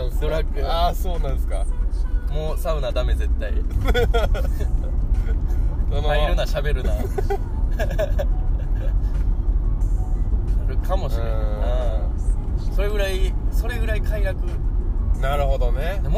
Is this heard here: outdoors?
yes